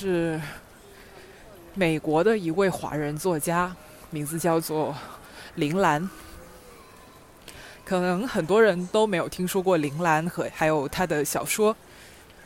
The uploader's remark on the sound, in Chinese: 这是一期户外录音的节目～～你们喜欢我一边散步一边聊吗？